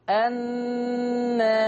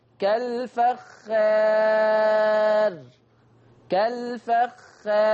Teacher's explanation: لما قللت الألف كان لازم عليك أنك ترقق الراء · يلزم من تقليل الالف الماديه ترقيق الراء وقفا. طول ما انت بتقلل الف ووراها راء لازم الراء دي تترقق، لاني مش ممكن اعرف افخم راء وقبلها ألف مقللة أبدا، مستحيل مستحيل.